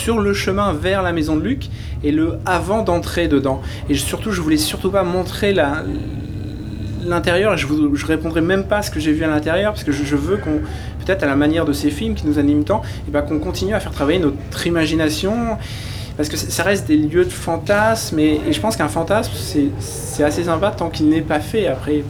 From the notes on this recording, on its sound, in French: un épisode Hors-Série en direct du Star's Up Festival